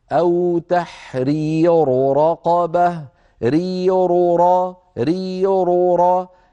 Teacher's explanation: والمضمومة حكمهما التفخيم، إذن علينا أن ننطقها هكذا ري رو رقابة، ري هذه مرققة رو مفخمة را مفخمة